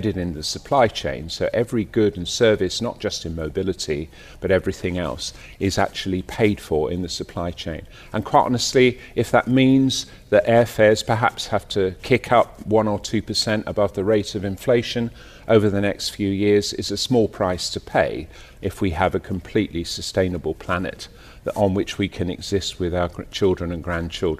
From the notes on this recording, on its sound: We’re broadcasting live from DC Aviation Al Futtaim's VIP Terminal at Al Maktoum International Airport celebrating the company’s 10th anniversary during the week of the Dubai Airshow.